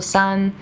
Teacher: San, like three, is also san, using the first tone.